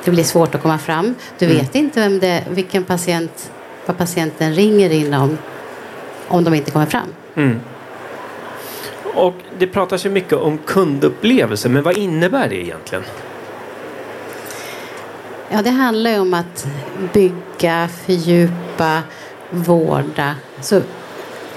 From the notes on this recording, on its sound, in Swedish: Live-samtal direkt från E-hälsa + MTVe mässan.